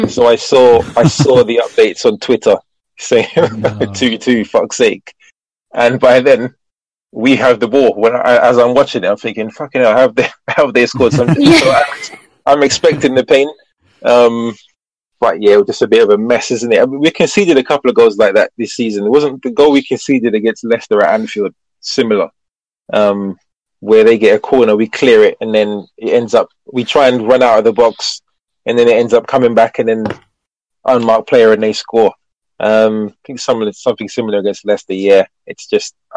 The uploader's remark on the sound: Post Match Call In LIVE